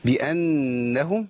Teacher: عندنا نون مشددة، محتاجين إن إحنا نعمل إيه؟ الغنة فيها طبعا